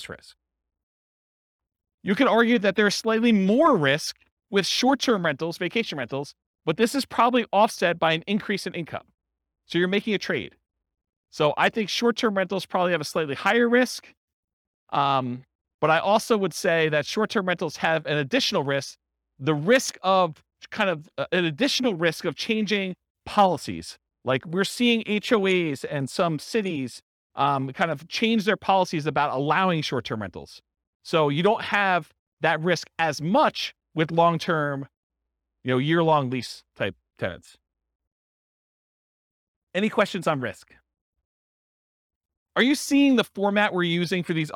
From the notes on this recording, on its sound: This was a live class recorded